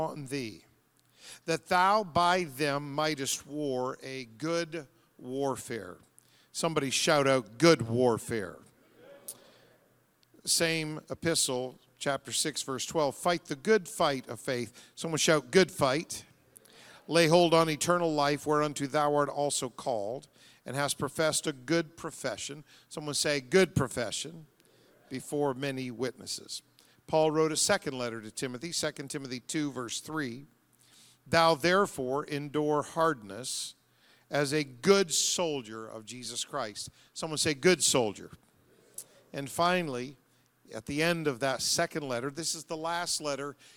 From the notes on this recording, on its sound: Tuesday Evening Revival Service. The Anchor Church of Zanesville, Ohio.